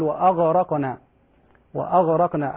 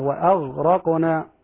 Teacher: قوله تعالى وأغرقنا بعض الناس يقلقل الغين يقول وأغرقنا وأغرقنا الغين ساكنة لا تقلقل · Shown in: second take